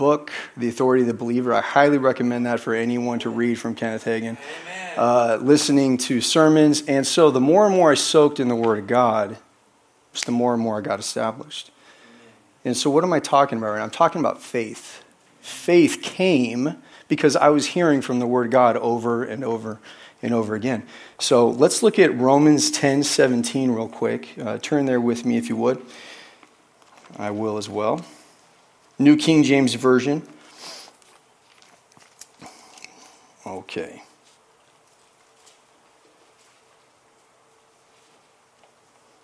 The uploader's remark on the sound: is from the Wednesday service on June 14, 2023 at Harvest Bible Church in Stockton, CA.